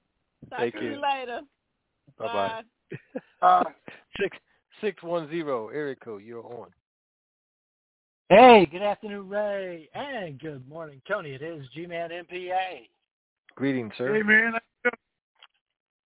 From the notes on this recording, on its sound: TNTSuperfantastic Conference Call